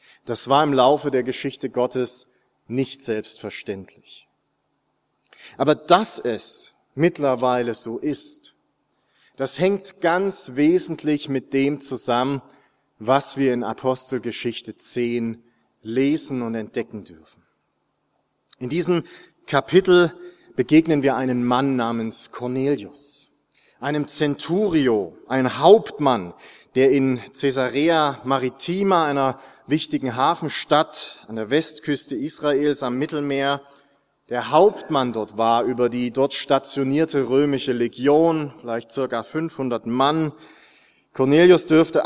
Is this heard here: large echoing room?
yes